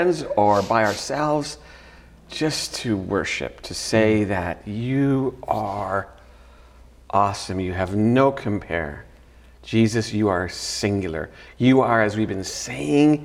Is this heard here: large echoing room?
yes